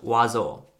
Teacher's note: the S is missing, and instead there's a Z sound